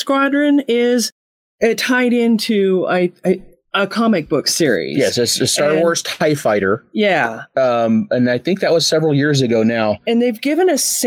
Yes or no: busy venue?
no